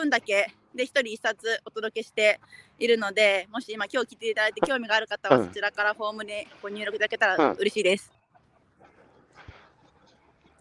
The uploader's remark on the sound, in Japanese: 歩きながら1時間、対談する。